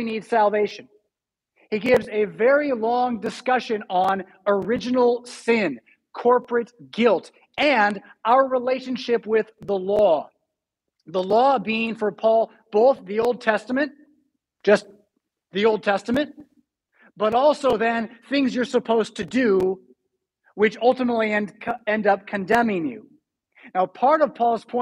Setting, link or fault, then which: setting, large echoing room